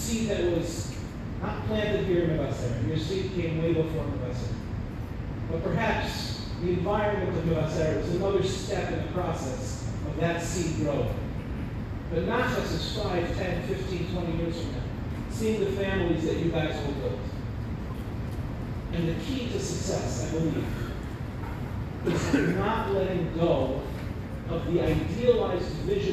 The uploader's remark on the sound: delivered at the grand banquet of Mevaseret